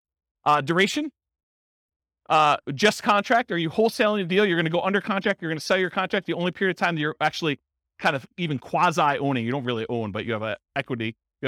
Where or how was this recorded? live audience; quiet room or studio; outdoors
live audience